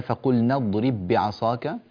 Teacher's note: الباء الأولى ساكنة والثانية متحركة فتدغم الباءان، وهذا يسمى إدغام متماثلين، هذا يسمى إدغام متماثلين.